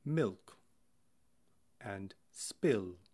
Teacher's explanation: front vowels will have slightly more frontal L's in words like milk and spill. So that feels a little lighter than awe and fall.